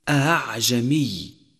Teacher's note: الهمزة المسهلة، وهي بين الهمزة والألف